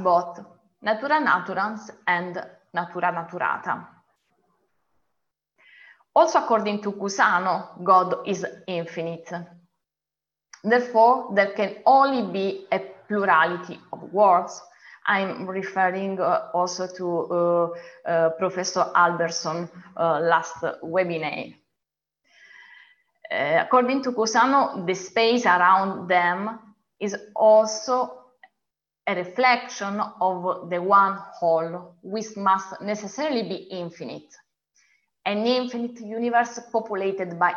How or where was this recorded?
video call